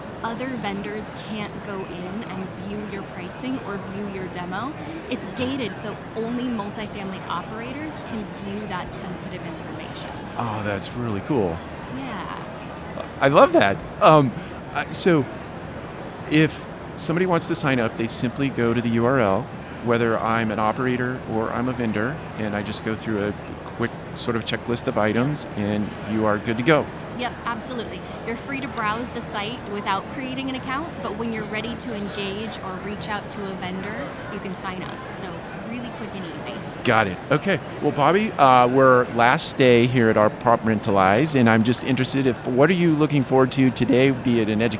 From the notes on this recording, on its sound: on the tradeshow floor of the National Apartment Association's 2023 Apartmentalize!